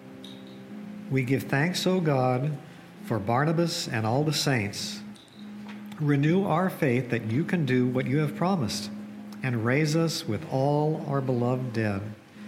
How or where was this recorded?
large echoing room